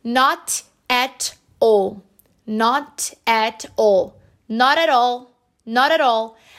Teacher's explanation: A gente tem aí os dois T's com esse som de R.